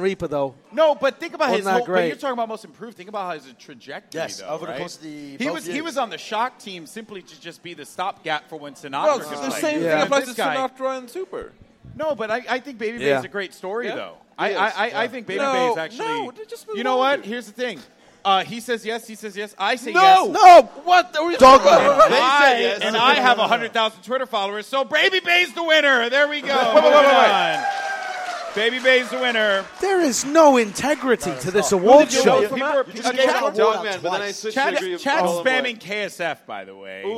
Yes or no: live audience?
yes